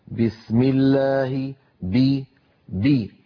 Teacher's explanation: الباء قوية جدا لأن فيها شدة، فيها انحباس الصوت والنفس. بسم الله الرحمن الرحيم، فلا يصح أن يقول أحدنا بسم الله وكأن الباء صارت ممعوسة مهروسة، صوتها ضعيف جدا بسبب ترك شدتها. · Term: شديدة مجهورة